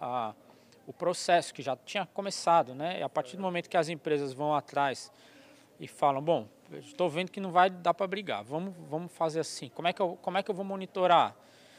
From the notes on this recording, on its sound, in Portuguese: gravado durante o “Diálogos Boi na Linha”, promovido em Marabá, pelo Instituto Imaflora